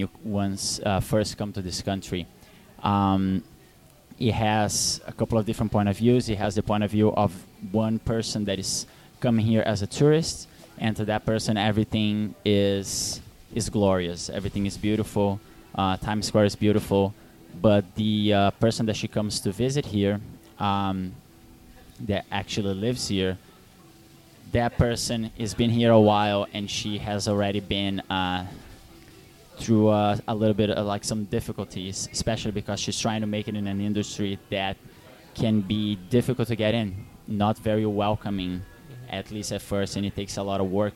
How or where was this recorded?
busy venue